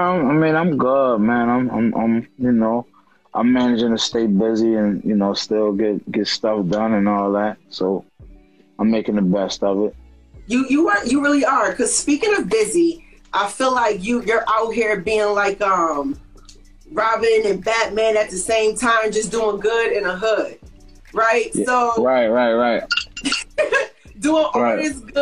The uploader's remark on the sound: Had the chance on Instagram Live